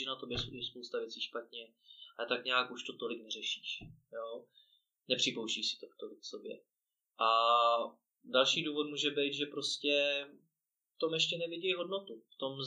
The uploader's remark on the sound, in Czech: Doufám, že to z něj bude cítit i přes menší komplikace se zvukem.